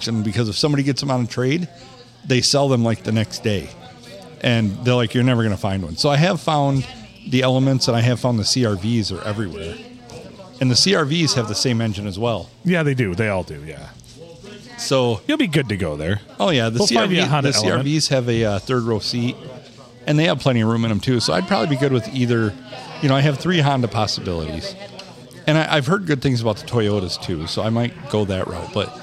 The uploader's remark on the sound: Recorded on a Sunday at the World-Famous Blue Water Sports Bar and Grill in not so World-Famous Downtown Port Sanilac.